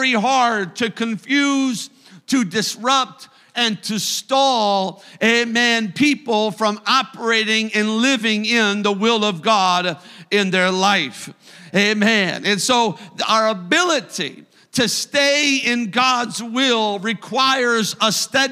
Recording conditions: large echoing room